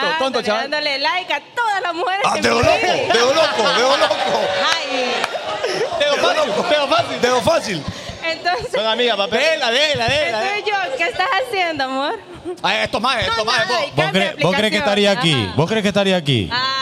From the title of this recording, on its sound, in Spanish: desde CerveceriaLa20